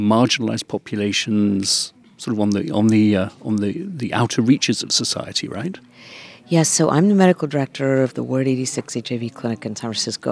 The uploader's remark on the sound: Live from CROI 2023